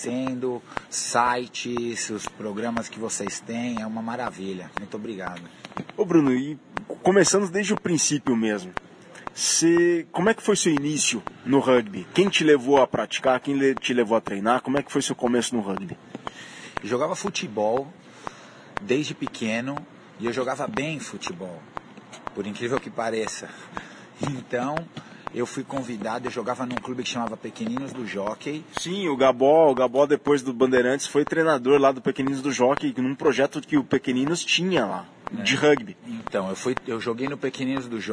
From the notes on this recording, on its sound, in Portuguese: O papo, gravado em um café semanas atrás